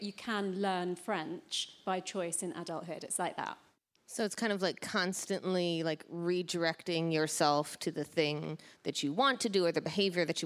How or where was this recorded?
busy venue